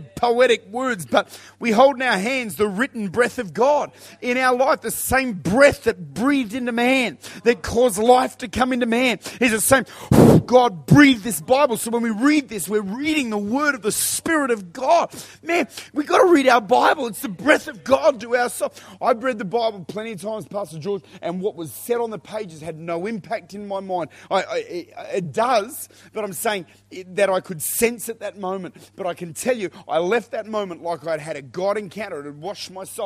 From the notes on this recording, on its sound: Recorded at Lifepoint Church, this is a Wednesday Night teaching on the Holy Spirit.